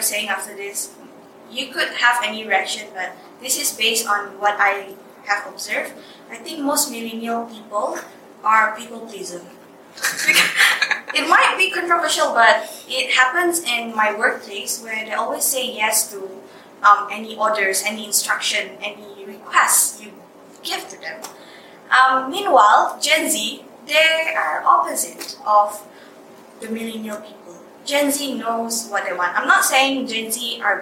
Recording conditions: poor microphone